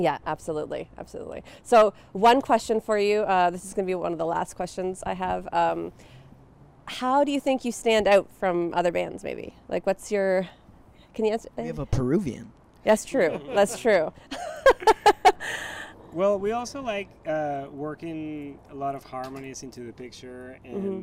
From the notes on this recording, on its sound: In the beautiful city of Owen Sound under the beaming sun on the rooftop of the Heartwood Concert Hall, where the band has just finished up a sound check.